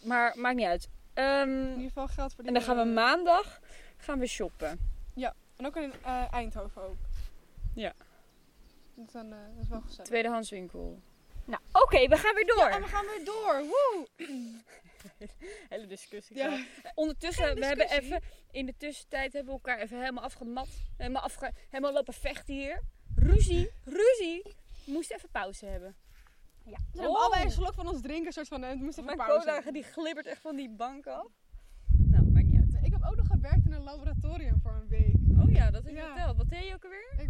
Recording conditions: wind noise